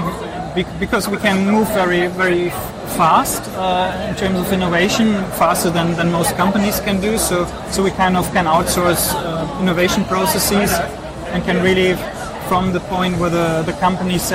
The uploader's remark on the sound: The video interview was recorded at SAP next-gen stage at Entrepreneur University in Wiesbaden, Germany. Thank you to SAP Next-Gen for providing us space at their booth for the interviews.